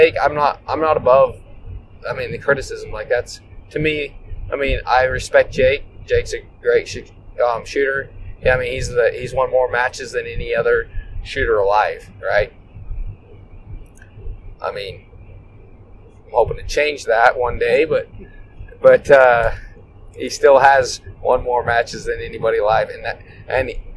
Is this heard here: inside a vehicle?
yes